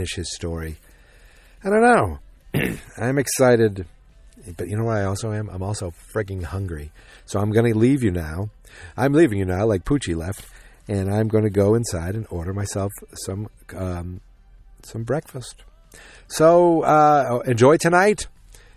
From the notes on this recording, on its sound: just me talking in my car on the way to get some breakfast